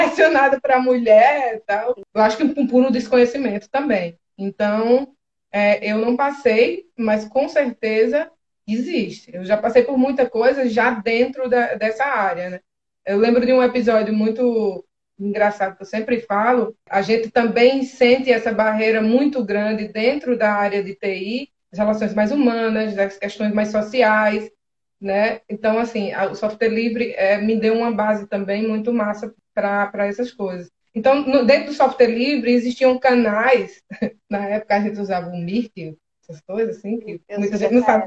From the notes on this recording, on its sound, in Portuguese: conversas ao vivo (live) no Instagram